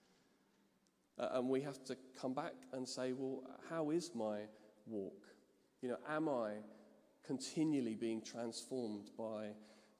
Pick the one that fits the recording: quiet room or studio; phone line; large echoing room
large echoing room